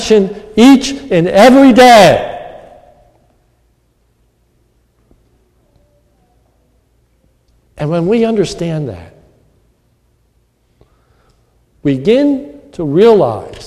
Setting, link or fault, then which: setting, large echoing room